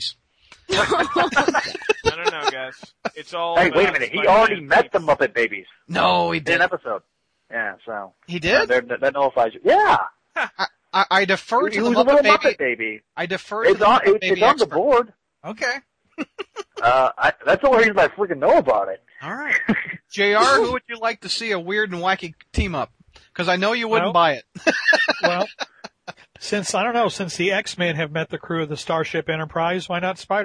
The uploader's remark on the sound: We answer a few more live calls.